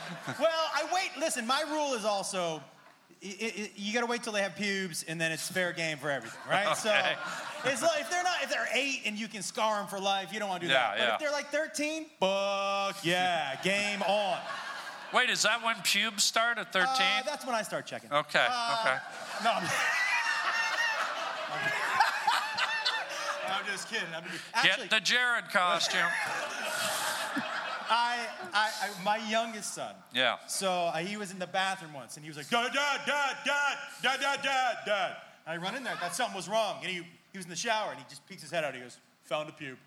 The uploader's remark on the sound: SPECIAL podcast recorded LIVE at ATC Podcast FESTIVAL! In front of a live audience. Crowd interaction and a great comedy guest!